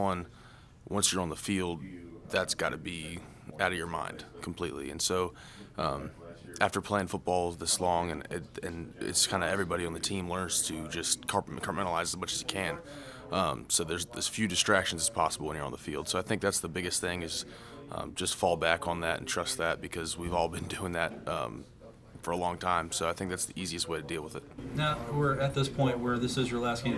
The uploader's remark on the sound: Broadcast live from the Union Pub and Grill.